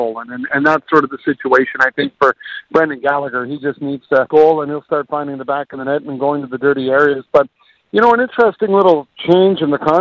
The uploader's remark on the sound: we take your phone calls